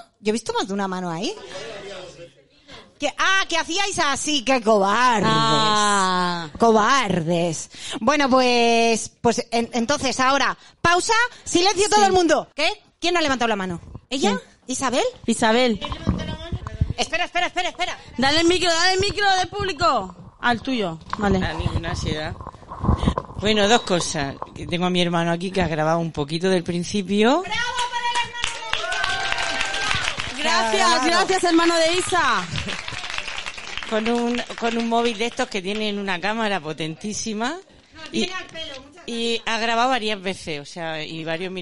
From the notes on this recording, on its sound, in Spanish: el show en directo que hicimos en septiembre en La Madriguera